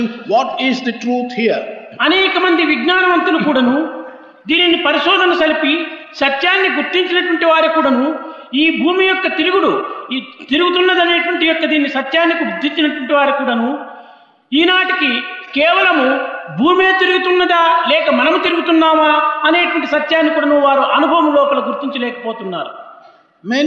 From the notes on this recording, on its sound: during the inauguration of the 2nd World Conference of Sri Sathya Sai Organisations